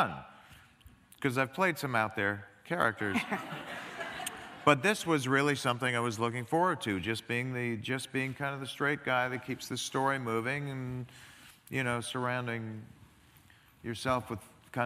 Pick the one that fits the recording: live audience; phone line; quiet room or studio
live audience